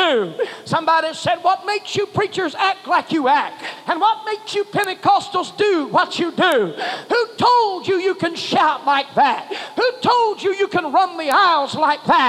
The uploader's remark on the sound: Preached at First Apostolic Church in North Vernon, Indiana.